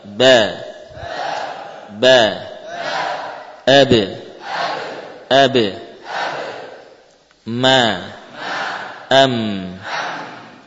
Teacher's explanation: Ya, ini dihasilkan min asyafatain, dari dua bibir sekaligus. Ya, menempelkan kedua bibir, muncullah ba dan mim